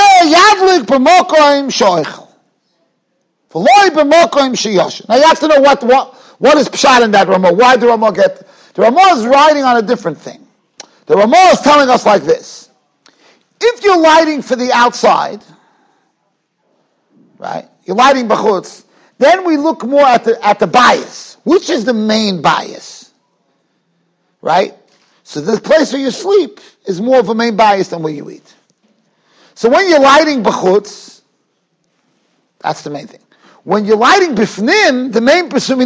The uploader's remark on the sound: Shiur recorded in Yeshivas Ohr Reuven, Monsey, NY.